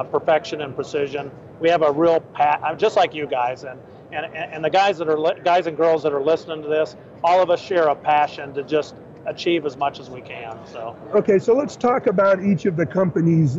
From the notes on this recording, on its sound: LIVE AT SHOT SHOW 2018! LIVE from the McMillan SHOT SHOW 2018 booth!